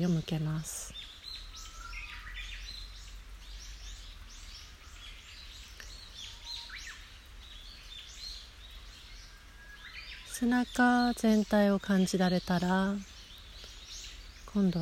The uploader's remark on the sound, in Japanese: 自然音とともに行うボディスキャン瞑想。逗子の披露山公園の山の中で録音したボディスキャン瞑想です。